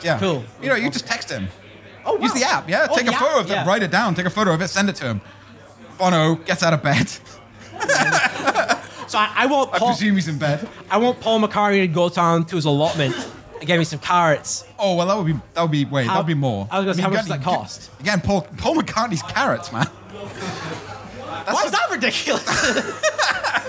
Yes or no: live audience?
yes